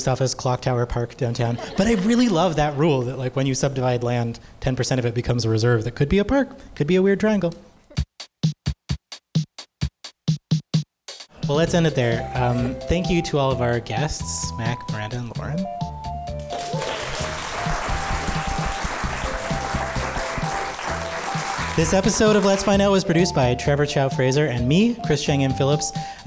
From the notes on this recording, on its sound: In this live podcast recording. This episode was recorded on September 21, 2023 at the Alfred H.